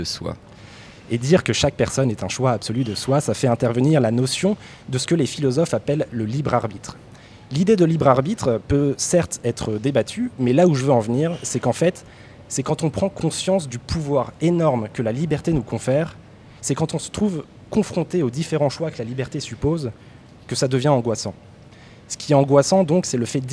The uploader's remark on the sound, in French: Festival Pariscience. MNHN. Nous avons eu la chance de l'enregistrer en direct depuis la grande galerie de l'évolution en partenariat avec le festival du film scientifique : Pariscience !